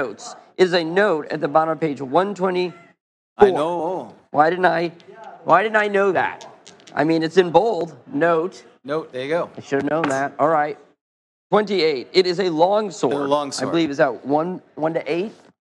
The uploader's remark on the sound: Live from Grogcon 22. Provided a seminar on Old School versus New School gaming live!